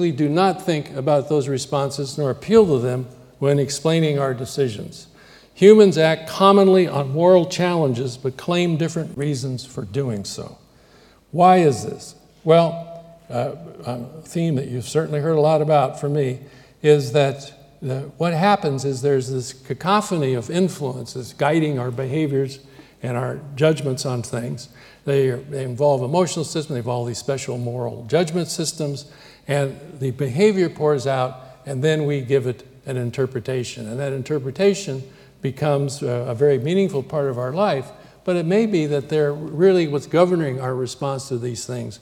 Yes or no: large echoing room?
yes